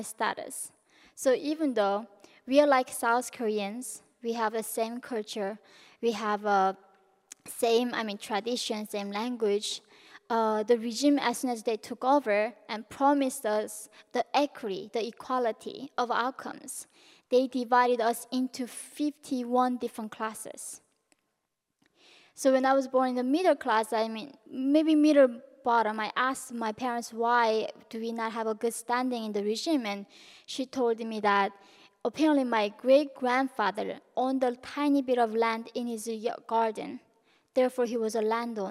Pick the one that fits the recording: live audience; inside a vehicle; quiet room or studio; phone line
live audience